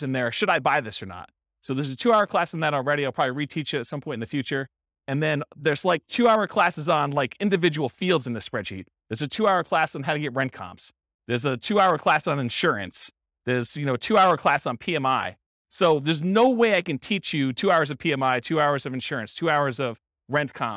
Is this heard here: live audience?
yes